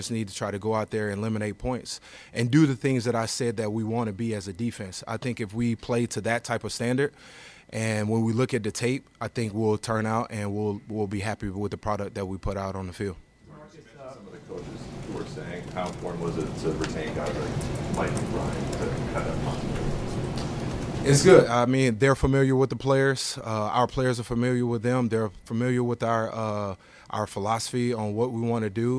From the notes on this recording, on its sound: Addresses the media during his press conference at Gillette Stadium on Wednesday, February 21, 2024.